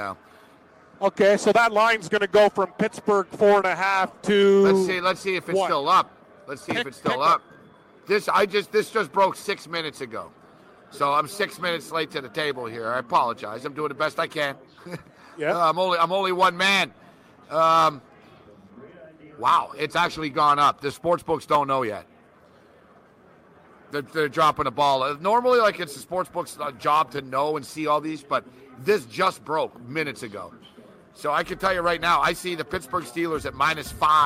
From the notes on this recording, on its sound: live from the sportsbook in NJ